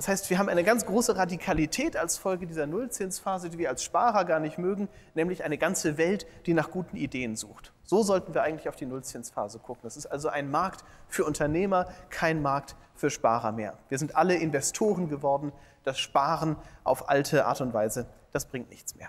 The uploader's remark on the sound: Entrepreneurship Summit 2017: Keynote. Beim Entrepreneurship Summit 2017 in Berlin.